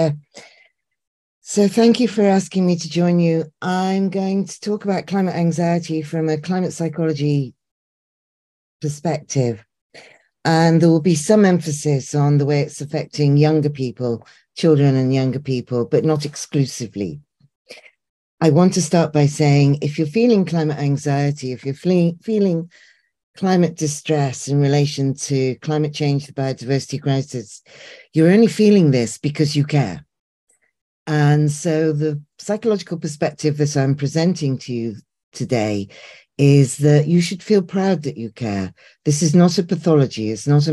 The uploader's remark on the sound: Recording of the 4th webinar of the Power-to-the-People group, a cooperation of European Alternatives, European University Institute, Europe Calling, Mehr Demokratie, Another Europe is Possible, Citizens Takeover Europe.